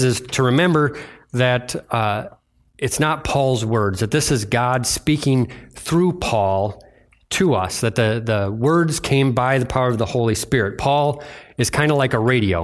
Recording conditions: large echoing room